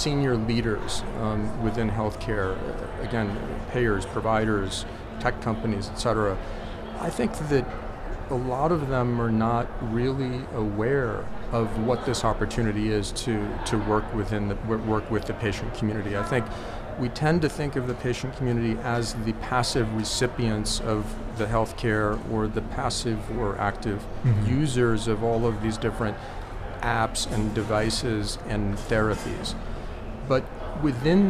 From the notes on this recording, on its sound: recorded at HLTH in Las Vegas